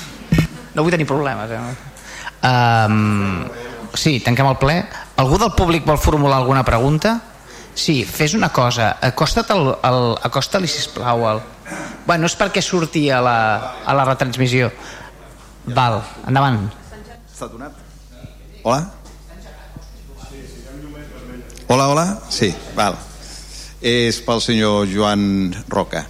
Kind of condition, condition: setting, large echoing room